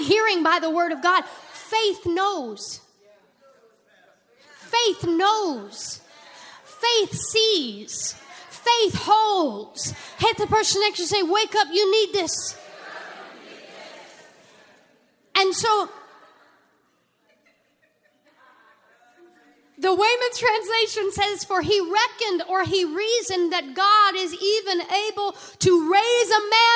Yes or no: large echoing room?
yes